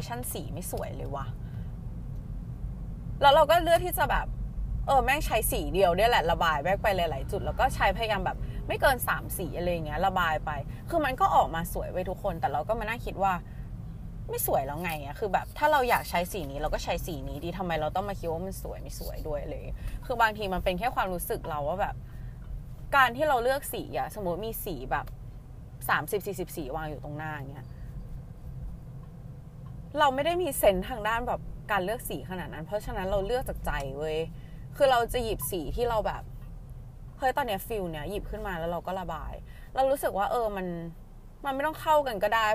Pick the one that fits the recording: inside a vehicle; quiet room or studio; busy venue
inside a vehicle